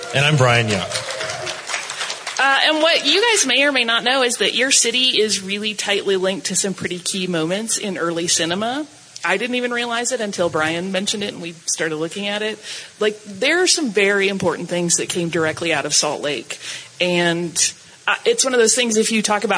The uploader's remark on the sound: Live From FanX